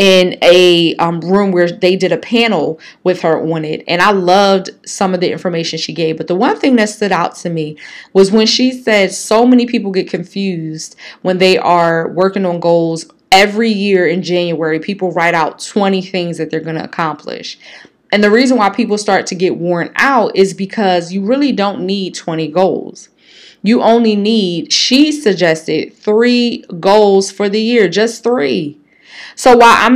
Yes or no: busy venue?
no